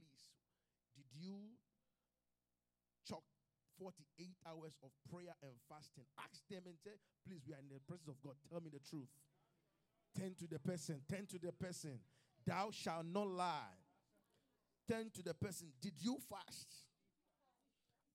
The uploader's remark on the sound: QFC Charis Center - Albany, NY. LIVE from Charis Center | Albany, New York.